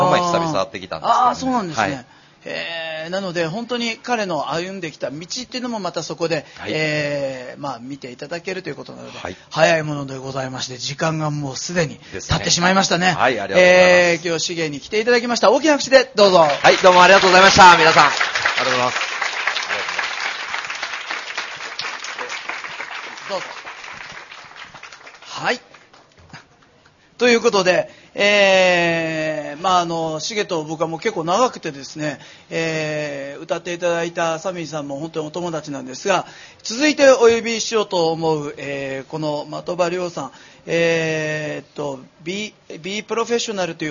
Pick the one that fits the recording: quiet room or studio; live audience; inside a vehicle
live audience